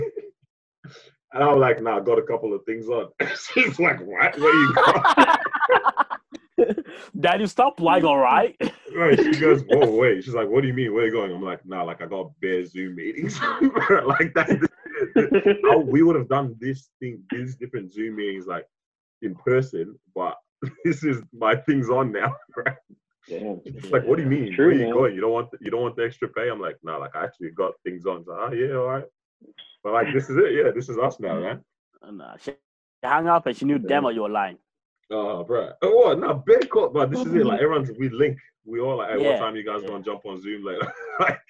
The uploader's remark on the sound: Welcome to our first over-the-phone podcast.